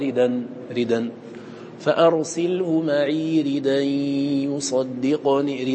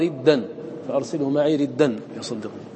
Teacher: مخففة الدال، لا وجه لتشديد الدال · Shown in: first take